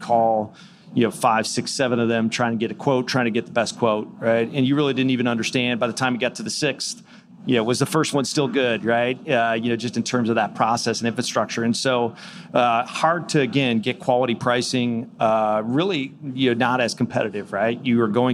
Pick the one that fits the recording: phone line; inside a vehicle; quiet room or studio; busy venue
busy venue